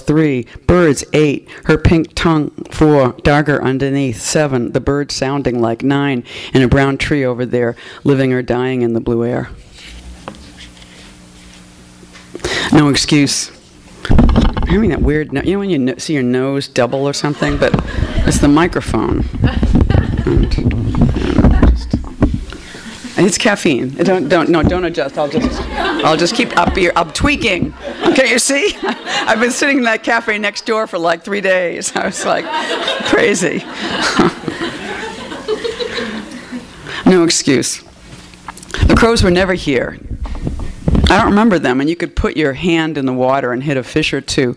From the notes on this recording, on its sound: THIS EVENT WAS RECORDED LIVE AT SKYLIGHT BOOKS MARCH 16, 2012.